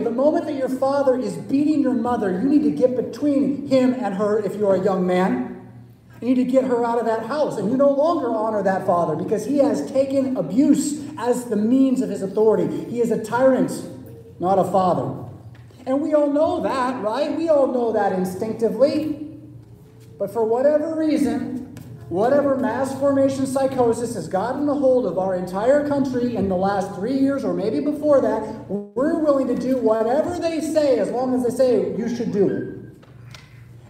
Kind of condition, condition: setting, large echoing room